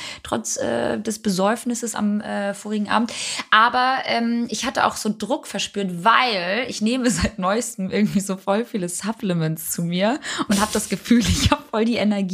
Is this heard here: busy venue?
no